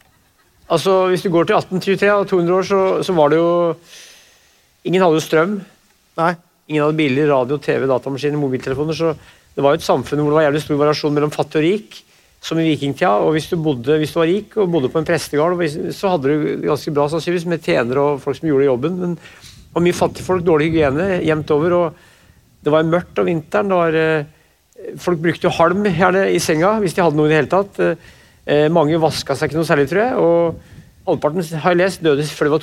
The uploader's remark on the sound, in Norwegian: LIVE fra Akershus festning. Gikk liveshowet 198 Land: Norge spesial av stabelen på Akershus festning i Oslo.